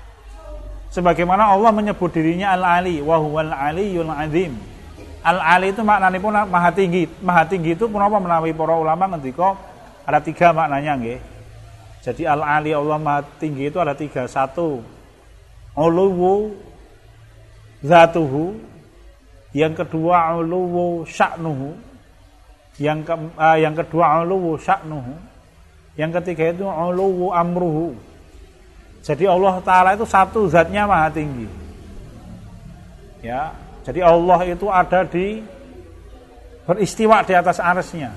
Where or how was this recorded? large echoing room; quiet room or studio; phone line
large echoing room